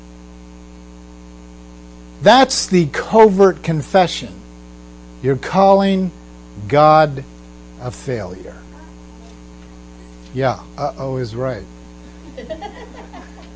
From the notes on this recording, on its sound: We are sorry about the humming on this podcast - we are working to locate the problem before our next podcast.